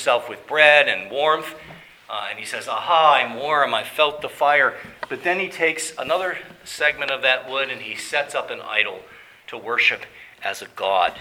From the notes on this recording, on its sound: Preached at Grace Orthodox Presbyterian Church in Sewickley, PA, during the evening Worship Service.